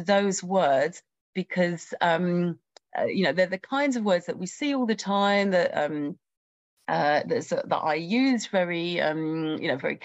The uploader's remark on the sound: A live webinar